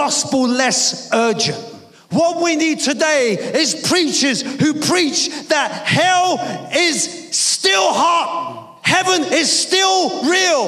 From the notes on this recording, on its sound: preaching at a Church in Thailand